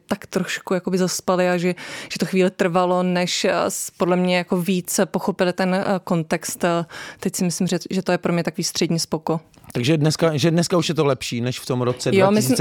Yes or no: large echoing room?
no